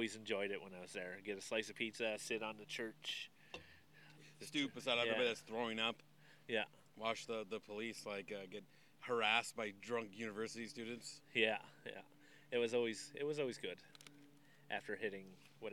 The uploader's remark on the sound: I am sitting at a park bench